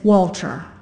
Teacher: that tiny L sound wedged in the middle of the name Walter